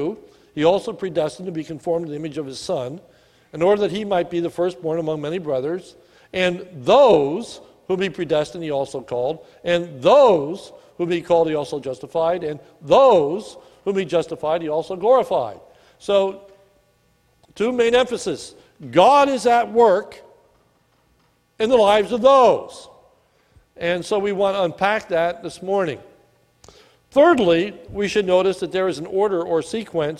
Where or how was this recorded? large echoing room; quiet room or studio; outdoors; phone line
large echoing room